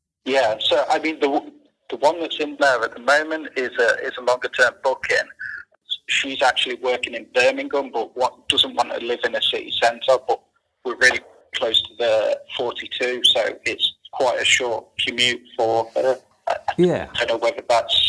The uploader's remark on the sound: Live Mentoring Call